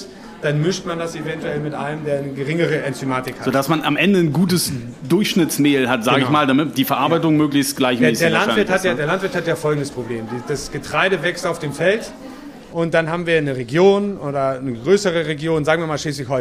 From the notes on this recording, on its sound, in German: Live-Podcast auf dem Mühlenfest. Eure Fragen direkt Live auf der Bühne beantwortet.